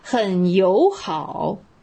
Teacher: 也是中间的这个友字变成了二声